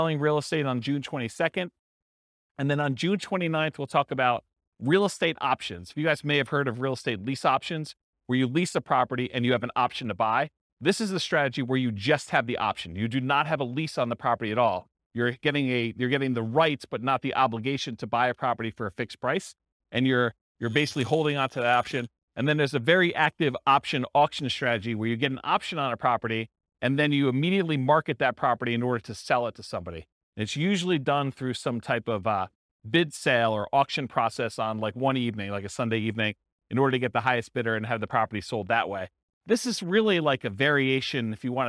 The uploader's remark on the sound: This was a live class recorded